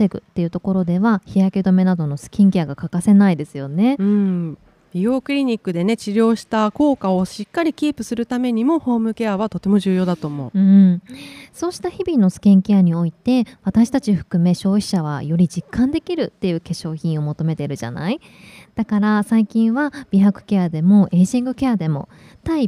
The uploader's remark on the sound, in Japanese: 2月20日（火）～22日（木）開催の「健康博覧会2024」に日本化粧品協会が初出展！今回は、番組初となる出展ブースでの公開収録を実施。ブースのこだわりや展示品をご紹介する現場レポート。